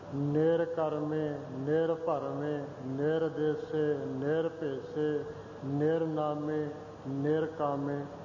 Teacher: ਪੂਰੇ ਰਾਰੇ ਲਾ ਕੇ ਨਹੀਂ ਕਹਿਣਾ ਹੈ